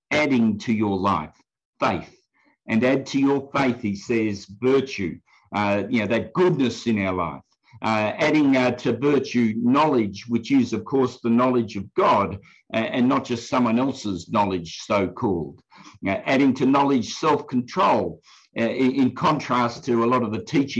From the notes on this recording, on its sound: from the Wednesday United zoom meeting on 18 August 2021